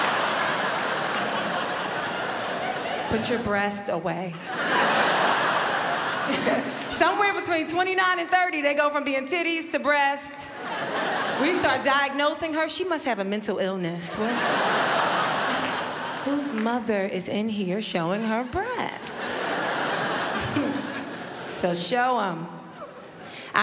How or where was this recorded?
live audience